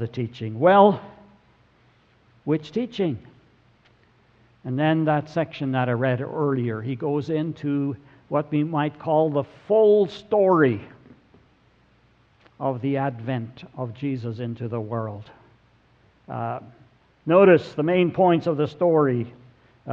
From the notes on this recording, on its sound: Sermon audio from November 26, 2017.